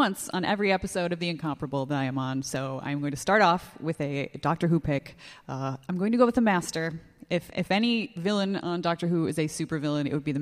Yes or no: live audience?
yes